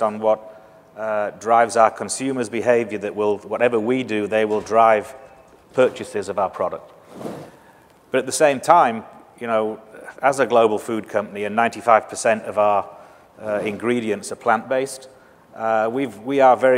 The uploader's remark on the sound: The best of live interviews from GreenBiz events.